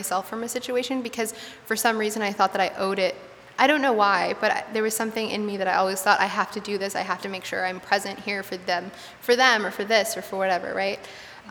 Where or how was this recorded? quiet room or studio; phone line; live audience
live audience